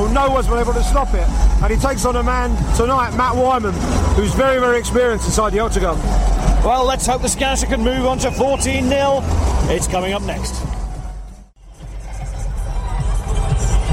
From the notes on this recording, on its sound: live reaction from cageside in Nottingham, England